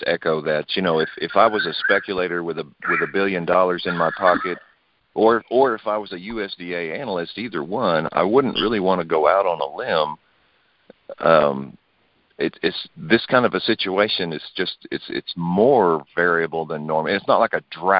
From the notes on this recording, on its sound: Monthly Conference Call On Cotton.